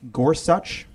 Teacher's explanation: It's a spondy, right? The emphasis is the same on both the first and second syllable.